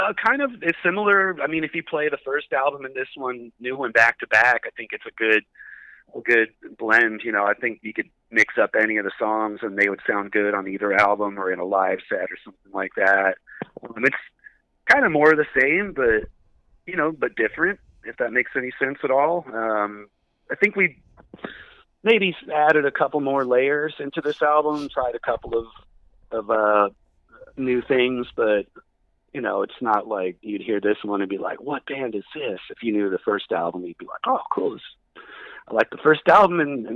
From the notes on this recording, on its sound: a quick phone interview